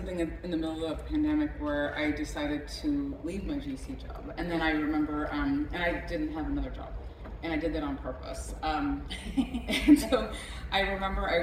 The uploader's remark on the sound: The Opening Panel at the 2023 Real Property Retreat Conference